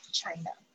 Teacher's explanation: 在嘴巴稍微微微嘟一下，然后就嘘的声音